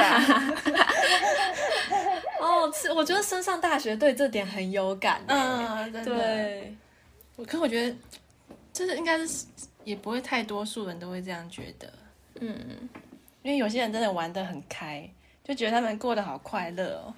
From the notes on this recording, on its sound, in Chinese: 在不同空間錄音，所以會有不同的背景音。